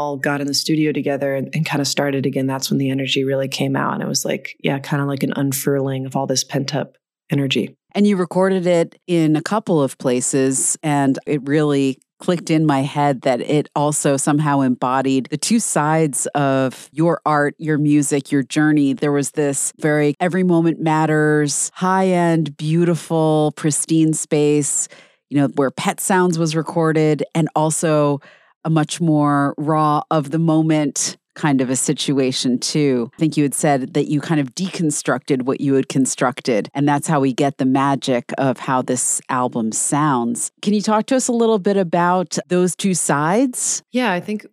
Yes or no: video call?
no